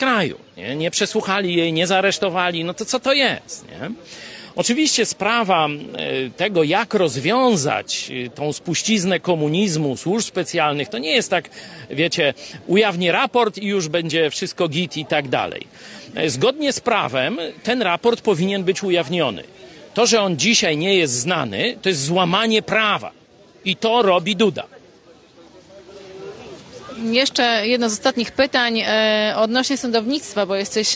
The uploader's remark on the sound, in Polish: przeprowadzony na Placu Litewskim w Lublinie